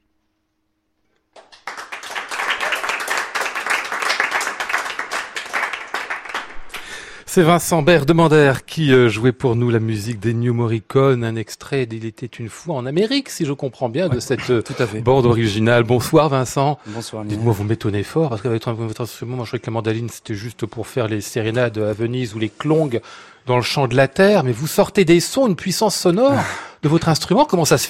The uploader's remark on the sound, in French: En direct et en public depuis l'Hôtel Bedford à Paris.